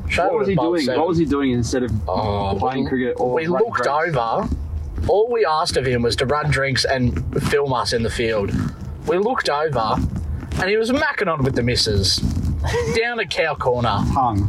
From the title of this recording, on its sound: Stumps LIVE From KFC Carpark